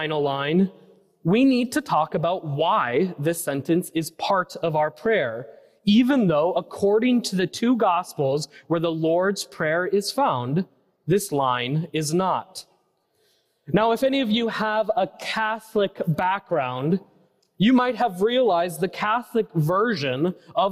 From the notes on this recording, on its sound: preached at First Presbyterian Church of Allentown, PA on August 27, 2023.